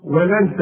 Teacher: التاء هنا ما تطلعهاش طاء وتقول ولن ترضى طاء